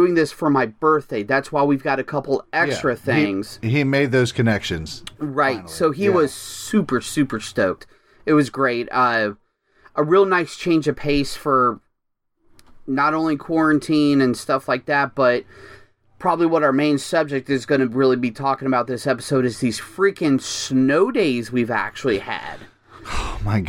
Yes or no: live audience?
no